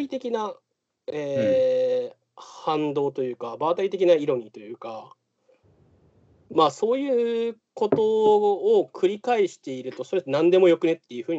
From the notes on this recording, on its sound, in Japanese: 今回はCOVID-19流行に対応して「リモート録音」をしました。